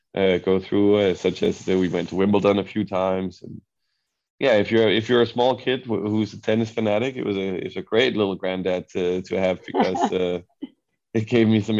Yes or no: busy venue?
no